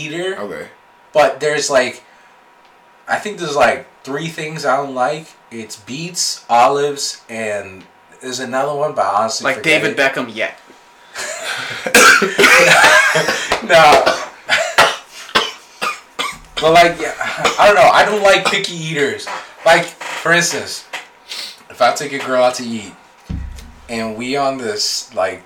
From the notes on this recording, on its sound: Firstly I want to apologize for the audio. I'm not sure why it sounds like we used a potato to record this. It gets better towards the end.